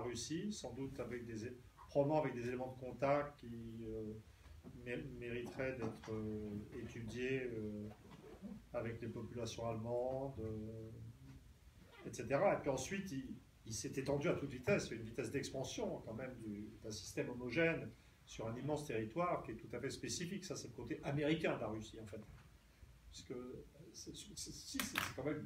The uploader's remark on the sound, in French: Désolé pour la mauvaise qualité sonore, la carte de mémoire du micro qui devait assurer la qualité s'est vite retrouvée saturée.